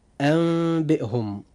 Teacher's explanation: ونأخذ مثالا على ذلك، كلمة أنبئهم، حرف الإقلاب هنا إخوة الإسلام هو حرف الباء، وجاء حرف الباء بعد النون الساكنة في كلمة واحدة، ولوقوع حرف الباء بعد هذه النون أي النون الساكنة وجب الإقلاب، فنقول أنبئهم. هنا إذن حدث الإقلاب مع بقاء الغنة